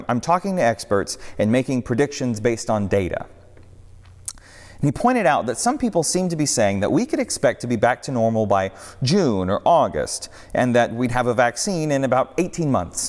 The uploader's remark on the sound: on the Sixth Sunday of Easter at Northminster Church